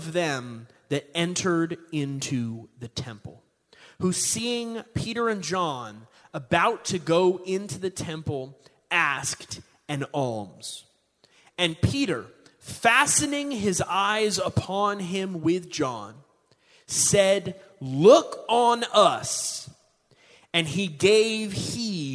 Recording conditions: large echoing room